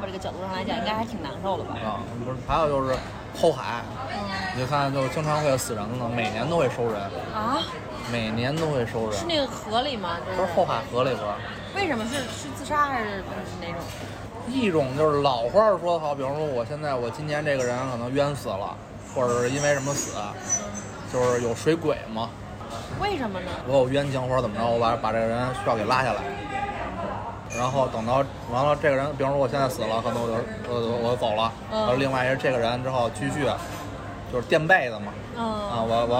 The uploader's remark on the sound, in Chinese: 这期节目是在餐厅录制的，底噪比较大，望大家海涵。